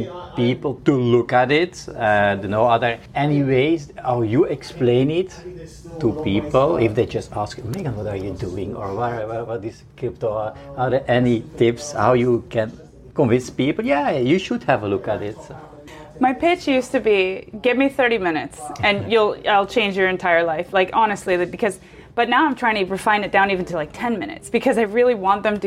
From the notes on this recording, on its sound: This episode was recorded at Web Summit in Media Village on November 14, 2023.